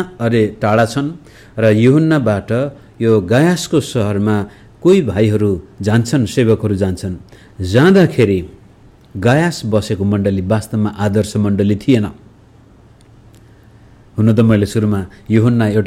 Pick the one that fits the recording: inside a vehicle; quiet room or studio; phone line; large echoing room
large echoing room